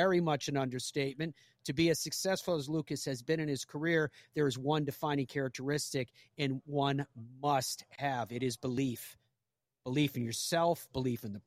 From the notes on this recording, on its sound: broadcasts live from the 149th Open Championship